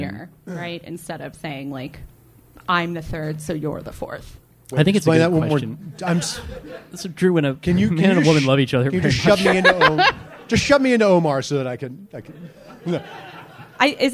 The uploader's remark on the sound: Live from New York City. Questions from the audience.